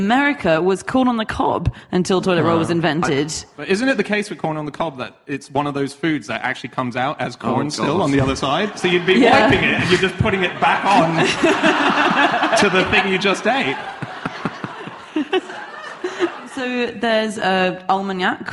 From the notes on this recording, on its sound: Live from Edinburgh